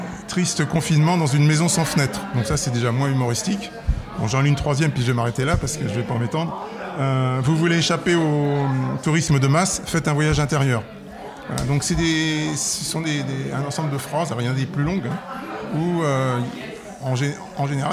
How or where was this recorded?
busy venue